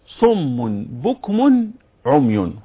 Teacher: يقول سبحانه وتعالى صم بكم عمي هكذا، عندما أقول صم إذن هنا غنت الميم، صم هنا الإقلاب، إقلاب ماذا؟ إقلاب النون أي التنوين في حضرة الباء، تقلب النون أو التنوين إلى ميم ثم تخفى الميم في الباء · إقلاب النون أي التنوين في حضرة الباء، تقلب النون أو التنوين إلى ميم ثم تخفى الميم في الباء، ونتوصل إلى إخفاء الميم في الباء بالغنة